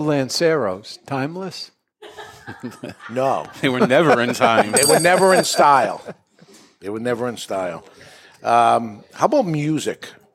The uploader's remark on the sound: Broadcasting live from the Toscano Sound Stage in Salem, New Hampshire... Recorded live in front of a studio audience at Studio 21 Podcast Cafe upstairs at Two Guys Smoke Shop in Salem, NH.